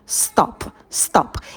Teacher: Краткий звук «о». Челюсть мы роняем вниз, быстро ставим ее на место.